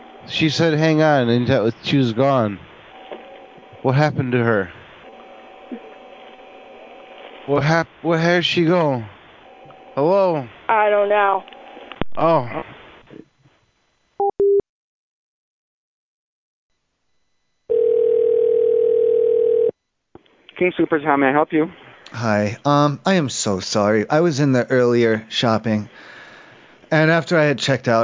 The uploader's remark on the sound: This show contained prank telephone calls.